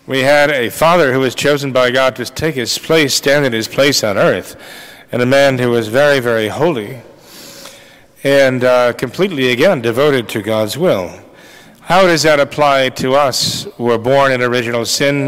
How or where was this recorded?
large echoing room